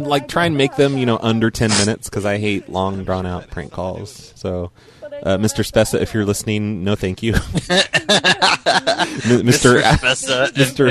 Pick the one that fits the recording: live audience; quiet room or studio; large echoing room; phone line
phone line